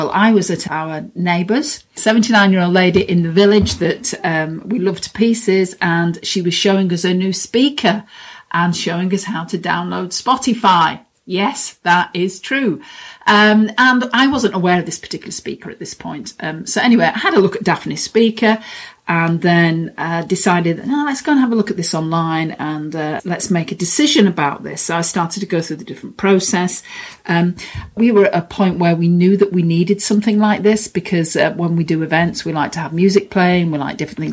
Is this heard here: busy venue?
no